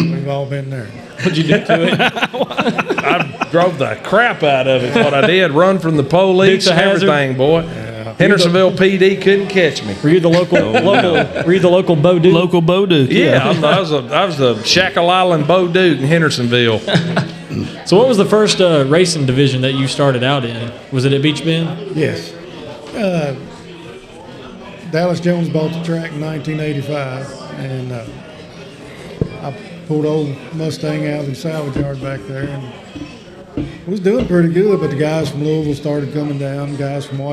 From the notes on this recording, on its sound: LIVE from the Brickyard Cafe